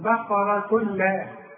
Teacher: العلماء بيسموه إدغام كامل بدون غنة